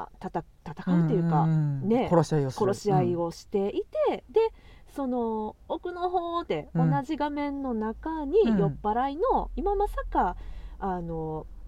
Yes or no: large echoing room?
no